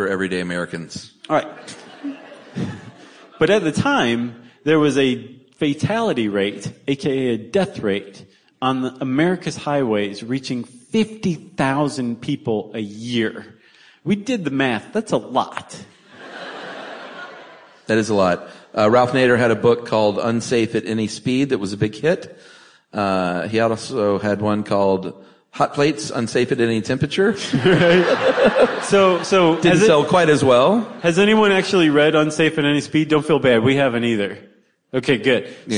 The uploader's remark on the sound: SYSK Live. Special live benefit episode recorded in Atlanta.